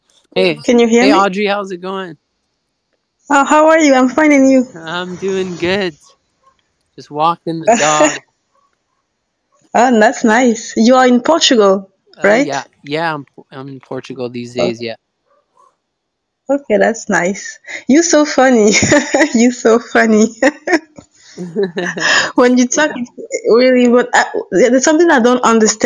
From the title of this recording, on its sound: LIVE on Clubhouse